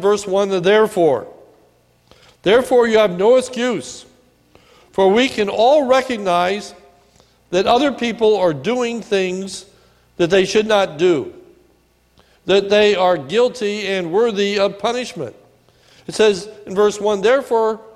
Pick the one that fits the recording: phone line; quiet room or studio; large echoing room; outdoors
large echoing room